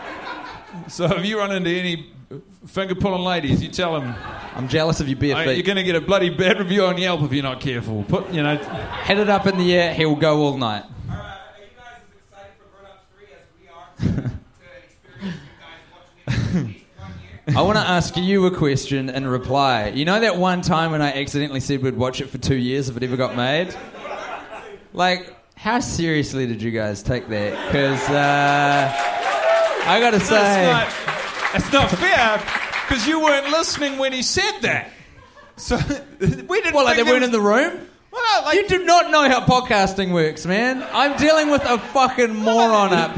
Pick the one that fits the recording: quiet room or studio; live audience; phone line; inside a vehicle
live audience